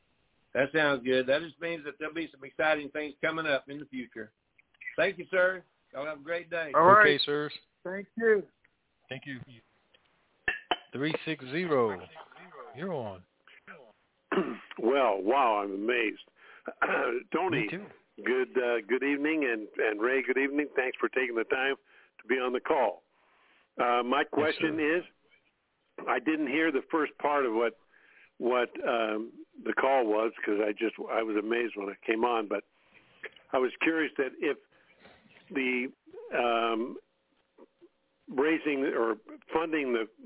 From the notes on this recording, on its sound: TNTSuperfantastic Conference Call